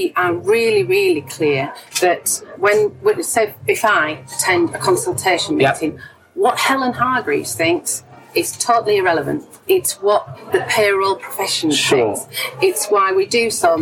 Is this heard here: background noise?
yes